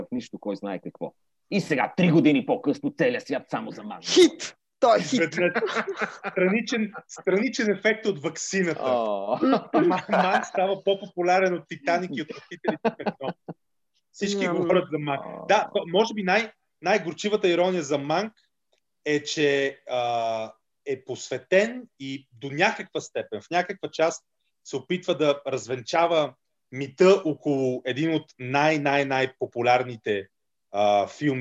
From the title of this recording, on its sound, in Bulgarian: Тихо, филмът започва... по Zoom